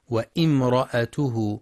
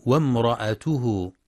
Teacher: وفي قوله جل في علاه: وامرأته حمالة الحطب، يخطئ من يقرأ وامرأته بهمزة قطع مكسورة بعد الواو وامرأته، والصواب أنها همزة وصل تسقط وصلا · Shown in: second take · فتنطق وامرأته.